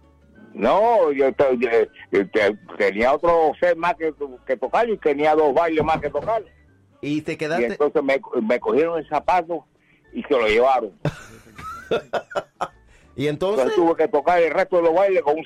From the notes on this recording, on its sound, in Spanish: Una conversación telefónica más adelante en el programa